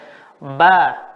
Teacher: Ba dengan kita mengatupkan kedua bibir ya. Ba tanpa melipatnya.